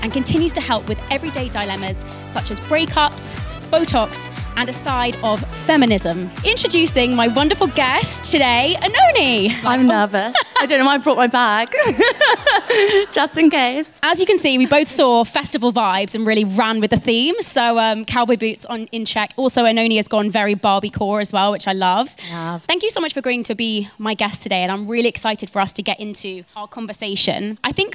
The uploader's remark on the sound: Live from Happy Place Festival. This episode is recorded from Happy Place Festival in Chiswick.